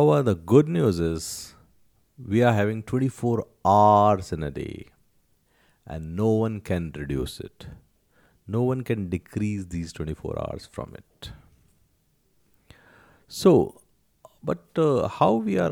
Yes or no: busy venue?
no